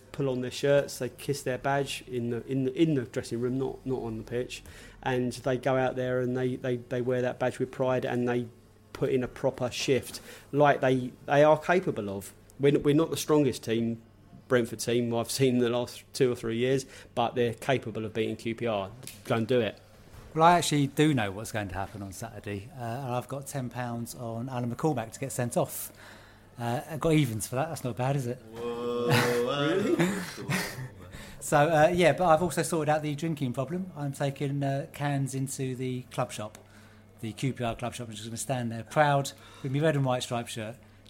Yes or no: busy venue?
yes